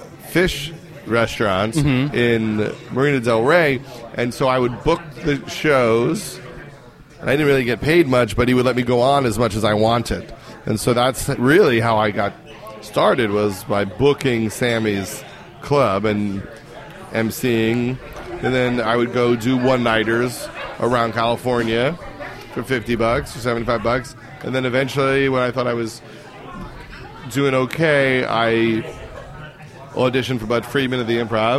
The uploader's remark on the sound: recording at Just For Laughs in Montreal